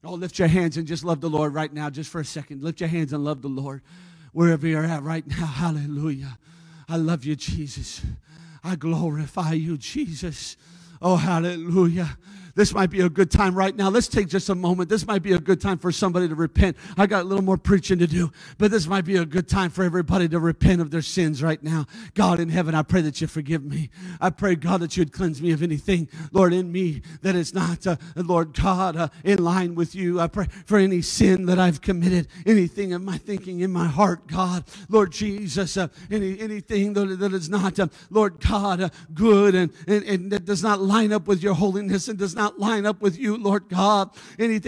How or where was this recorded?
large echoing room